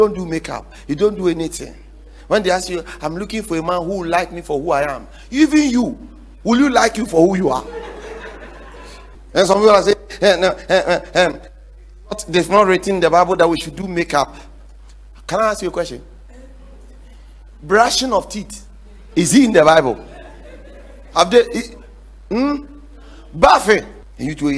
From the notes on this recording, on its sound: The 7 Pillars to Secure Success sermon series preached at The Faithlife Church, Ghana-Tema Community 3 Site A.